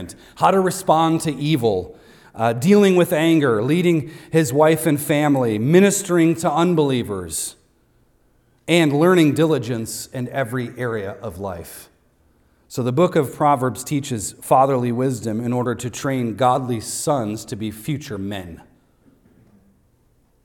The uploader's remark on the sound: recorded on Sunday, June 18th, 2023, at Devonshire Church in Harrisburg, PA.